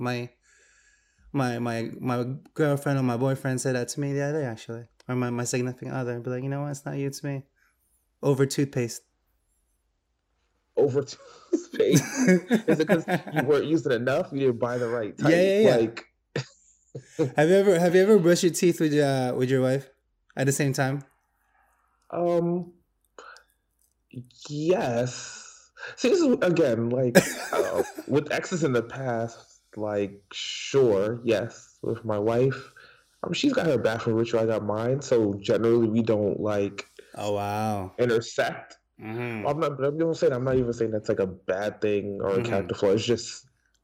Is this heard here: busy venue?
no